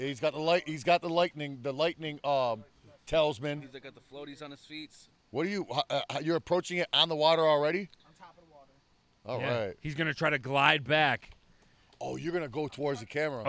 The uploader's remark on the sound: Live from the Pool, it's the Palcast Pool Party Premiere!